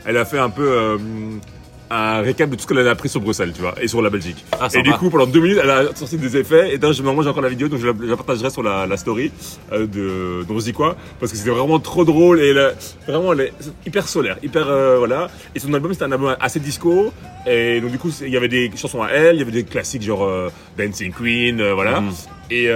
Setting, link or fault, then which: setting, outdoors